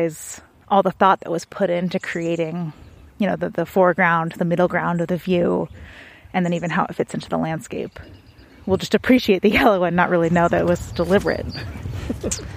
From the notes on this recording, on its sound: Soak in the sounds of seasonal transition as the Garden begins to bloom.